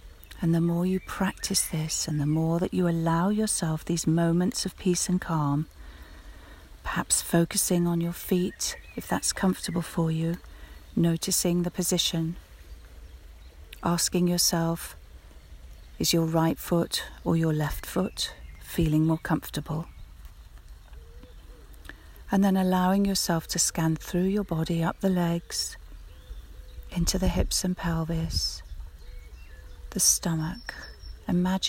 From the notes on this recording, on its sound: We join her as she walks through some woods on the edges of London, so keep an ear out for the birds, sounds of nature and the stream